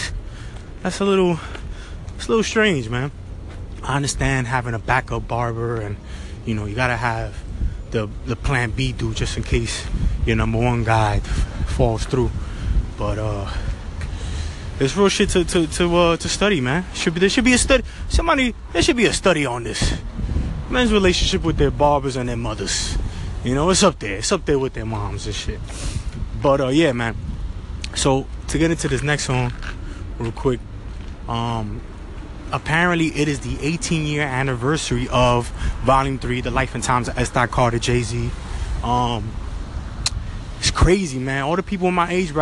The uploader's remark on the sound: Recorded a lot of this episode running around in the street, so don’t mind the sounds in the background!